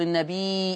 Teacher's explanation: النبي هذه الياء تمد مدا مشبعا لأنها مد متصل